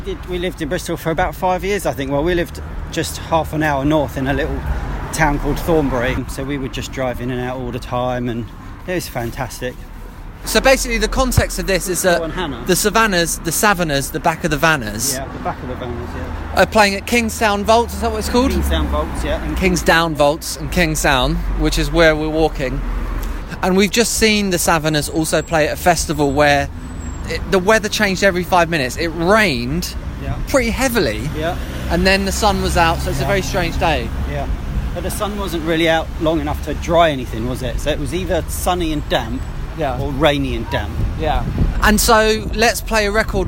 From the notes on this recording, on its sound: quick, heavy breathed walking tour of the English town of Bristol